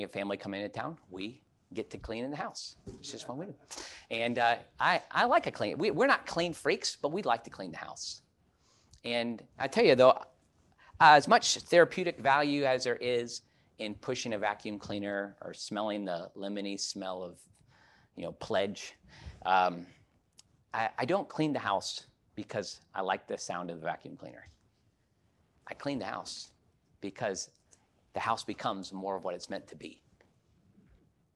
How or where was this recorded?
large echoing room